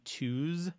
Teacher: So even though it looks like T-U-Z when you say twos, the U, for example, is called the closed back rounded vowel